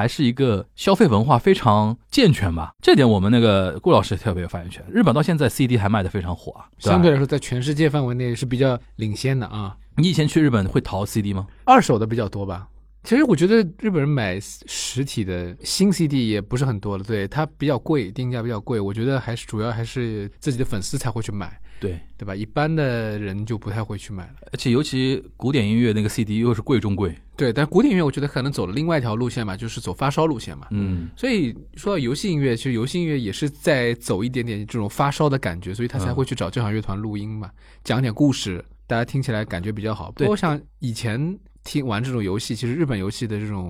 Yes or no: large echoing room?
no